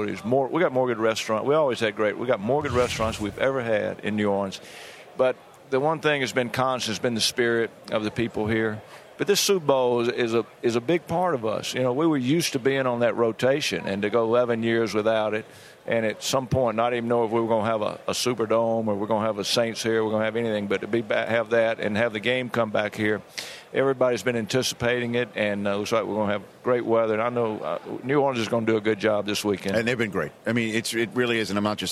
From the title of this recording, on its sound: Best of Radio Row at Super Bowl XLVII